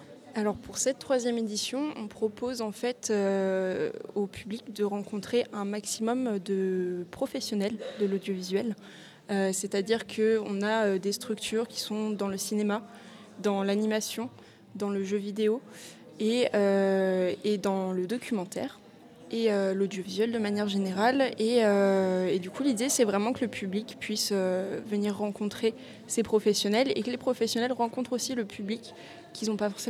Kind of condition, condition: setting, busy venue